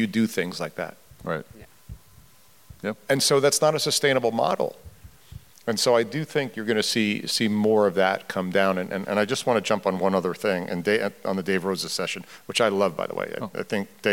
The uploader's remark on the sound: We recorded this episode on stage at the conclusion of DeviceTalks West.